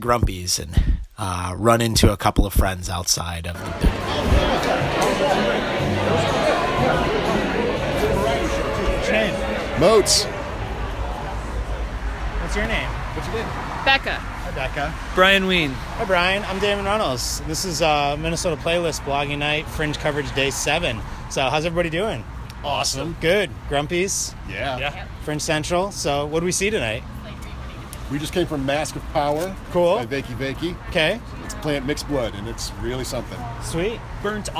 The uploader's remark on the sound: spent the evening chatting with audience members for the 2017 MN Fringe Festival